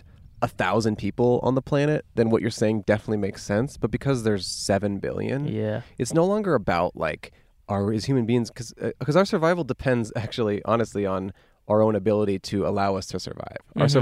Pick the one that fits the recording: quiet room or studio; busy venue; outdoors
outdoors